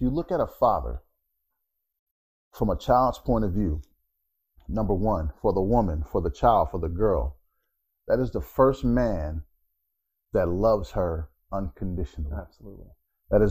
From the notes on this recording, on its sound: The sound within this episode does have a little interference due to a bad microphone